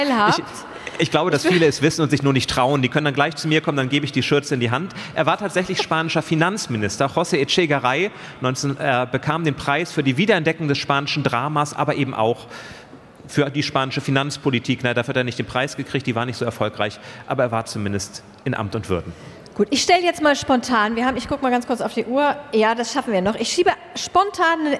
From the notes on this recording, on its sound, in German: Calvadosgelee auf der Buchmesse. Das alles live auf der Frankfurter Buchmesse. Das Quiz, mit Publikumsbeteiligung, strotzt vor herrlich unnützem Partywissen.